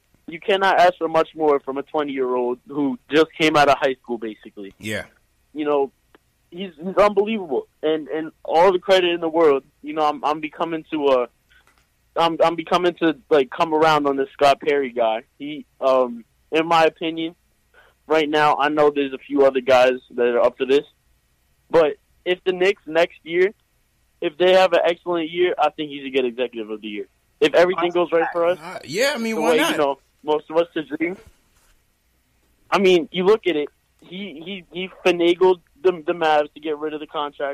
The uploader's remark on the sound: Knicks Post Game Live. Take live phone calls from fans around the world.